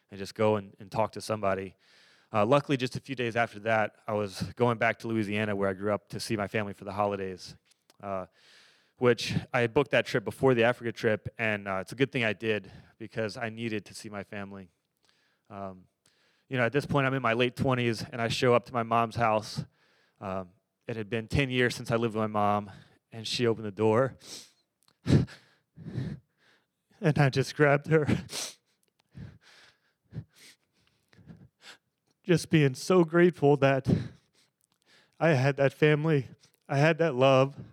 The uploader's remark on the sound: This live storytelling open mic event took place at the Long Beach Public Library, Downtown Branch.